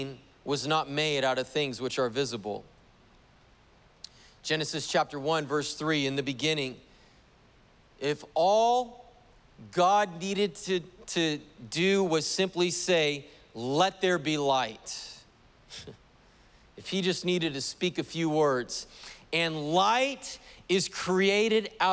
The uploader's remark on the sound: was preached on June 27th at the 11:30AM service